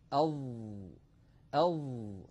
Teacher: لاحظوا أن الصوت محصور بين طرف اللسان والأسنان العليا وبين مؤخرة اللسان، وقد تصعد أقصى اللسان إلى الأعلى وانحصر الصوت في هذه المنطقة. · Term: حرف الظاء